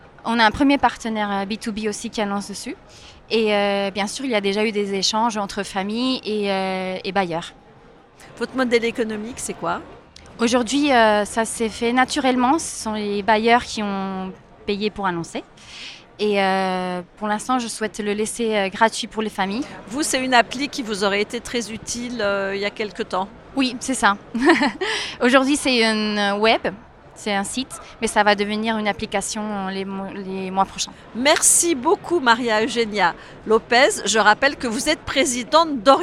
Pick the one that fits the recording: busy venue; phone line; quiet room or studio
busy venue